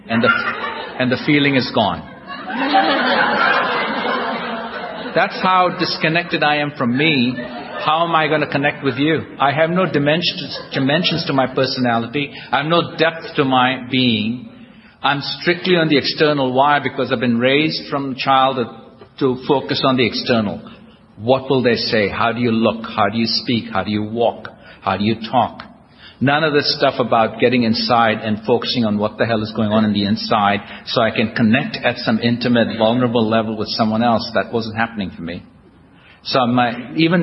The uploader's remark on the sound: recorded at the We Are Not Saints AA roundup in 2007